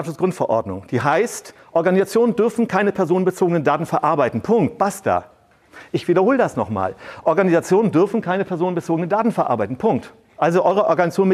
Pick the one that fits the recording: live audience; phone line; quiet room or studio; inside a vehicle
live audience